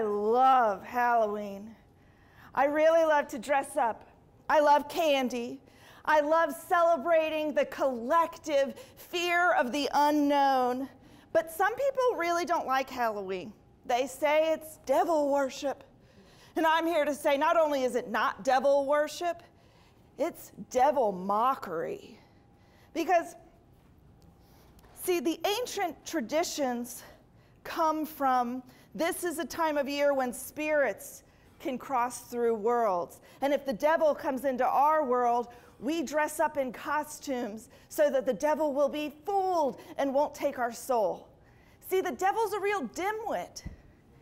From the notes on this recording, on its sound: ATL Live was filmed in front of a live studio audience during our annual All The Laughs Festival.